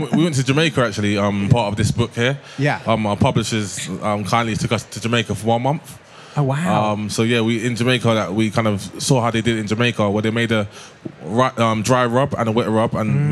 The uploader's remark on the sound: Live from the BBC Good Food show